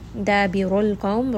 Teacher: ra here is going to be heavy because it has a dhamma